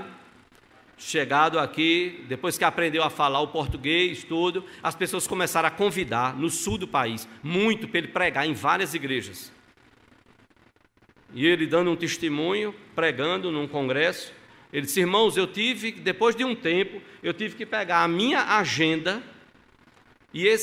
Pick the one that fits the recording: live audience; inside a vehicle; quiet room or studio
live audience